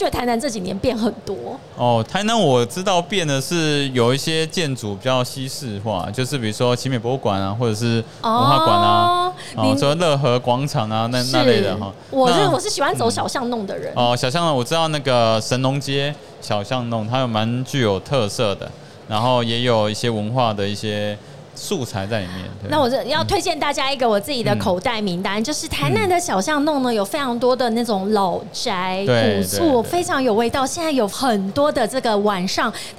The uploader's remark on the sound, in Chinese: 2022 Medical Taiwan台灣國際醫療暨健康照護展 -Live Podcast